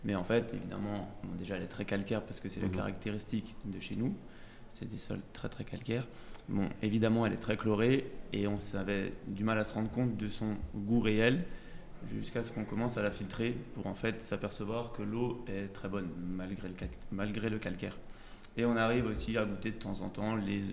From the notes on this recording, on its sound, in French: Lors de la 2ème édition du Festival « le Vin est une fête » organisé par JAJA, RadioVino a organisé 2 tables rondes dans les locaux d’Instead avec les domaines présents.